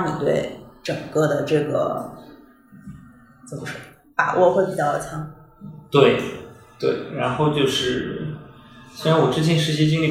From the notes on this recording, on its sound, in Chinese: 虽然当时办公室装修还比较毛坯。本期线下录制有环境音，不影响对话内容收听。